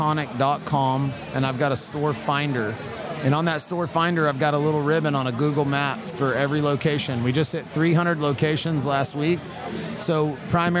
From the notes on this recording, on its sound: We are live this week from the Texas Cannabis Roundup in Dallas TX at the Longhorn Icehouse.